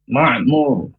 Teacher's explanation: Ma' huruf ain, yang dari tenggorokan tengah.